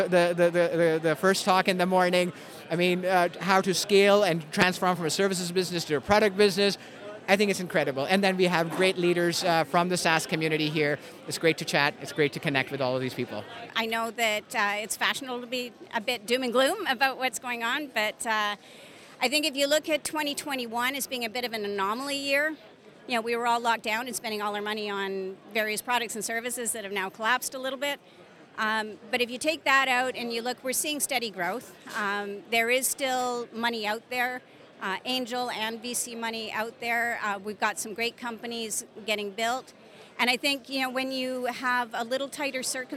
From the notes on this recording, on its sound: Highlights from SaaS North 2023. The event heard from key players in the Ottawa community. Took viewers to the event with him, getting reaction and highlights.